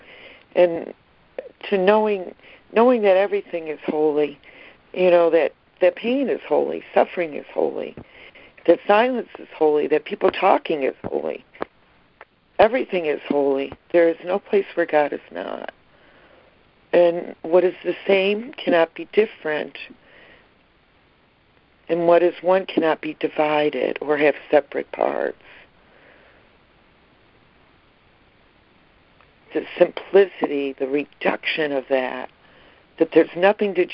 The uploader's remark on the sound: ACIM Daily Conference Call